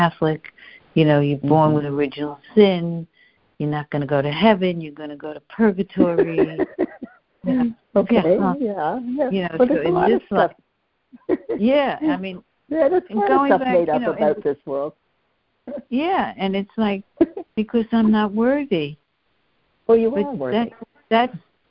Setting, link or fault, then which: link, phone line